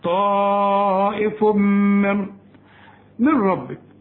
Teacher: لغينا النون خالص، دخلت في الراء لكن ما غنناش الراء · Term: إدغام كامل بدون غنة